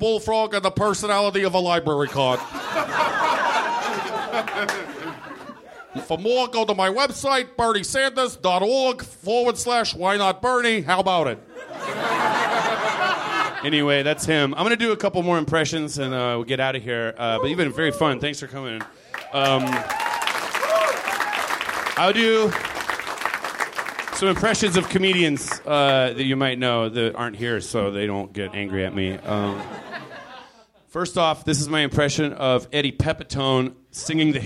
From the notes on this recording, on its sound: Live from the NerdMelt Showroom